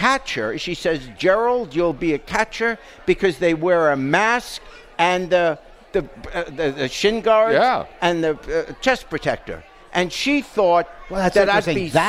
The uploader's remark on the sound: The podcast celebrates the Reds Opening Day on location at a festive art gallery inspired by Reds baseball cards.